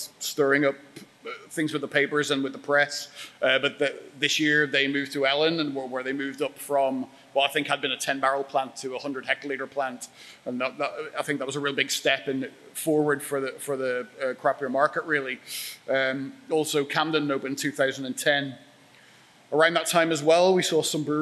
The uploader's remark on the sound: A talk he expertly delivered at our Brewers Lectures in Springwell, Leeds.